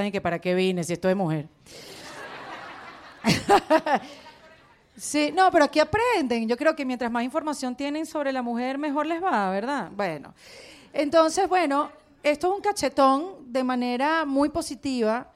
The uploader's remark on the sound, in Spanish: Que lo íbamos a grabar en Chile con mas de 300 personas en vivo.